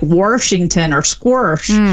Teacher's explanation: an R sort of just stuck in the middle of places that never had one · Term: intrusive R